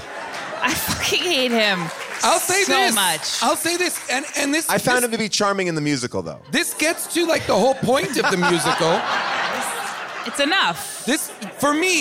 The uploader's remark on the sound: Recorded live at the Largo in Los Angeles